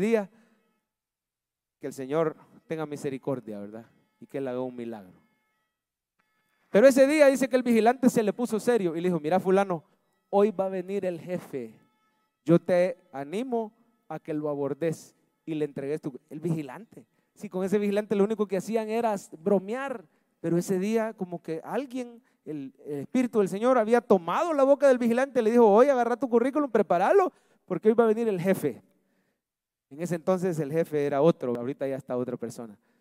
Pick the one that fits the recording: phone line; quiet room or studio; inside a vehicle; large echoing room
large echoing room